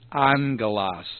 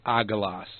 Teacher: This is when gamma is pronounced like a N sound, when it comes before another gamma, kappa, ki, or xi · Shown in: first take · So, in the word angelos, you have two gammas in a row. · Term: nasal gamma